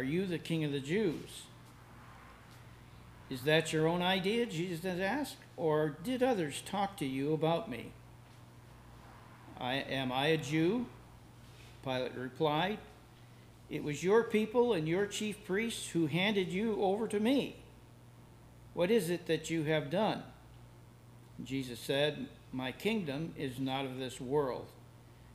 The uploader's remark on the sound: Services recorded at Thornville Baptist Church.